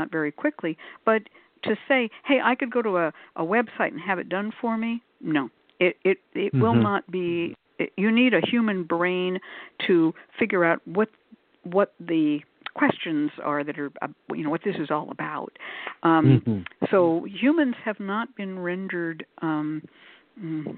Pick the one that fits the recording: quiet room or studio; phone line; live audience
phone line